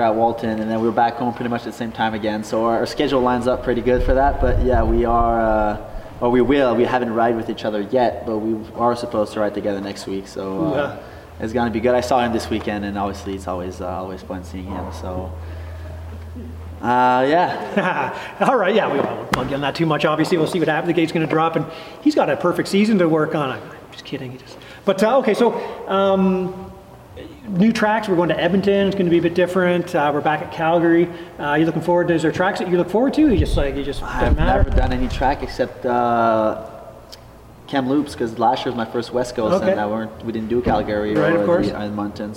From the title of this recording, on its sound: Interview At 2023 Team Photo Day